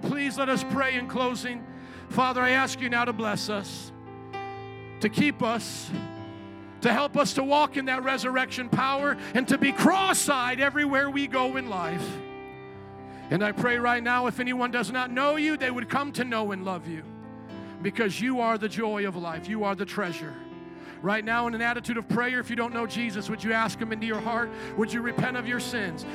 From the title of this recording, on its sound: Second Service // Easter Sunday 2023 - Audio